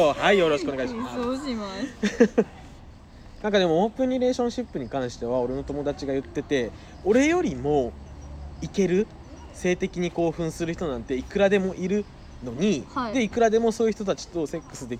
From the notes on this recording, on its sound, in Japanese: 夜中の公園と缶チューハイであれこれ。オフラインで会いました。飲みに行った後、公園で話していたところを録音したので聞いてみてください！